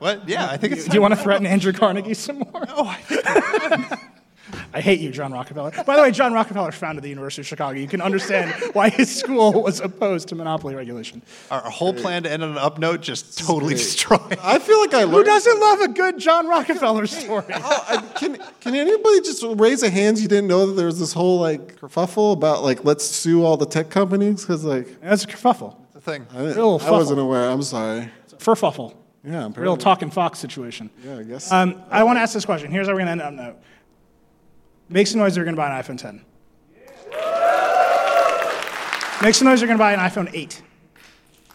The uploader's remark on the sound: Recorded live in front of an audience in San Francisco after Apple's iPhone X event. The gang also takes questions from the audience.